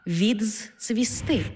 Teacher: У слові «відцвісти» «д» переходить у «дз-ц».